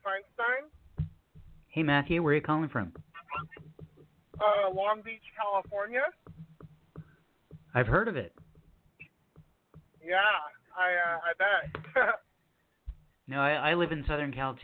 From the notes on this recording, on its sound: Thanks to our callers from Long Beach, Calfornia and Tacoma, Washington